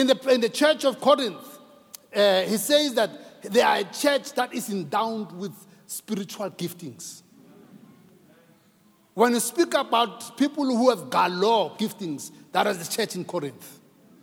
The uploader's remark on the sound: preached at Grace Bible Church Pimville on the 20th of February 2022